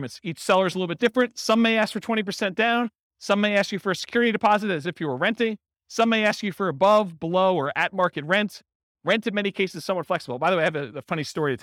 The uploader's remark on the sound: This was a live class recorded